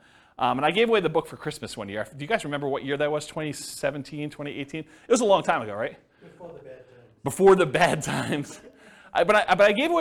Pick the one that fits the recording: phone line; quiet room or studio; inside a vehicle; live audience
live audience